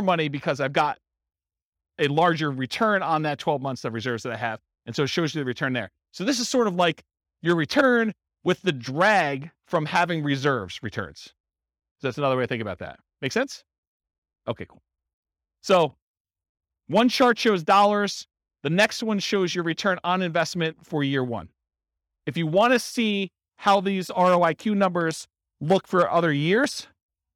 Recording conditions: live audience